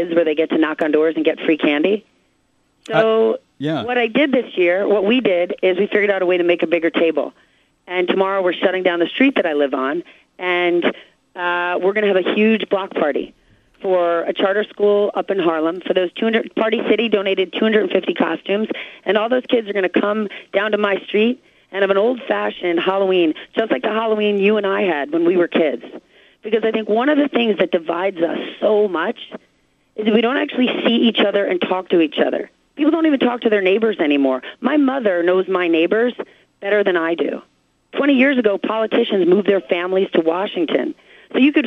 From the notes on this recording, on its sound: Called in for a chat.